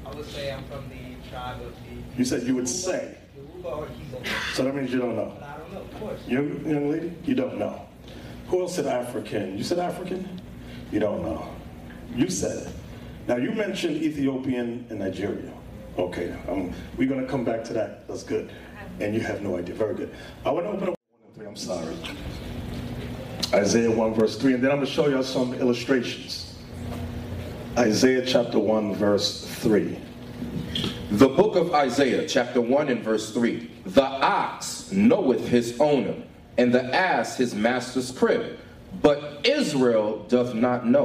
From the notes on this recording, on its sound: In this show we have a lecture at FAMU University.